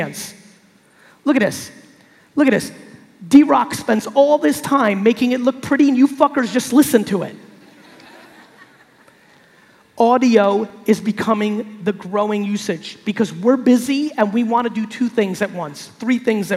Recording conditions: live audience